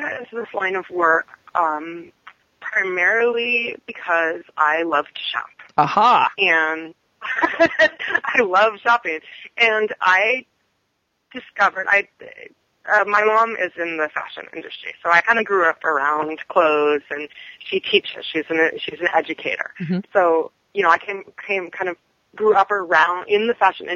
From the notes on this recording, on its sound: we have a telephone interview